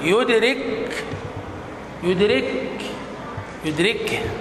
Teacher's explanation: تسكين الكاف وسطا ووقفا